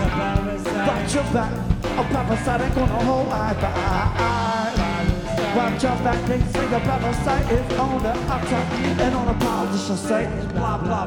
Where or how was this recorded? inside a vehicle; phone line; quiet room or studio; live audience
live audience